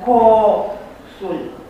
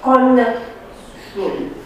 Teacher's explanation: Deci aici vedem prezența unui grup consonantic N-S. Se simplifică acest grup consonantic N-S. N dispare. · Shown in: first take · Și asta trebuie să adăugăm cu lungirea compensatorie a vocale precedentă. · Term: lungime compensatorie